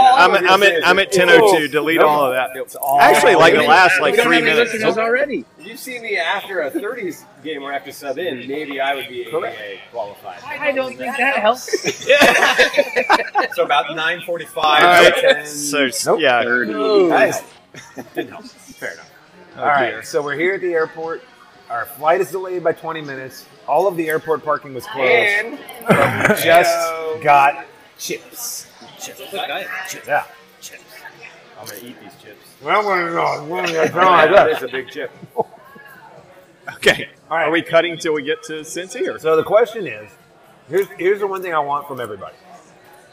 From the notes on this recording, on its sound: Part 1 is the pregame introductions, some sound from at the game and shortly after.